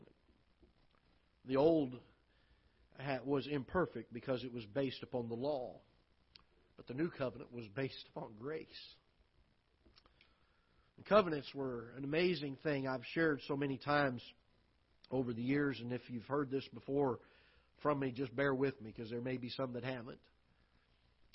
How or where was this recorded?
large echoing room